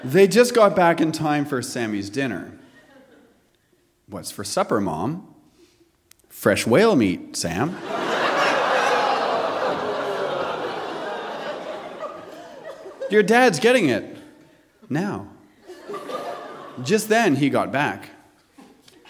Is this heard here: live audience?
yes